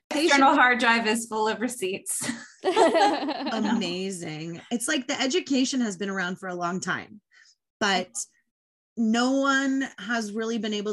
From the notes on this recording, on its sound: Obviously we had to hop on a zoom to chat with those who could! A bit of a warning, we have, at times, 5 very excited women on this chat, and mute was not always utilized, but I did my best!